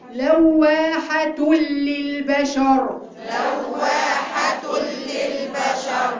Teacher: مش هننطق النون ومش هنجيب غنة